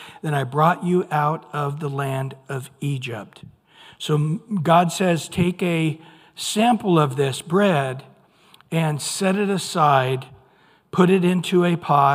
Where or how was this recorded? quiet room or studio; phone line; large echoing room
large echoing room